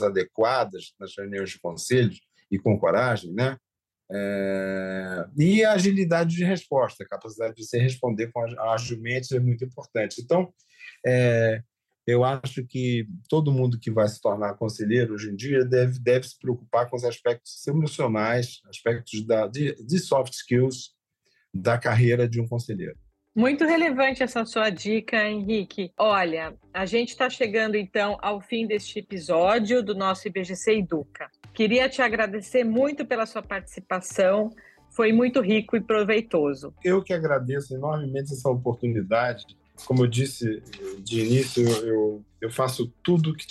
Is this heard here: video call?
yes